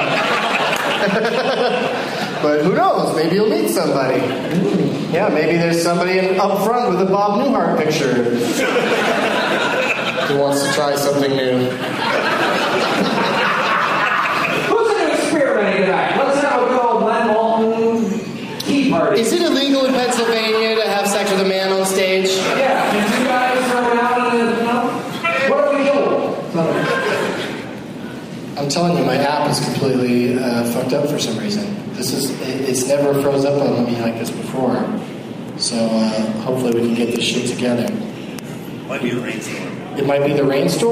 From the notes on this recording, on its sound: audience members at The Improv in Pittsburgh, PA